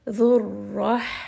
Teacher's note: the first one is higher up in the middle of the throat, and the second one is going to be down lower towards the chest. And make sure that you are giving proper air for both.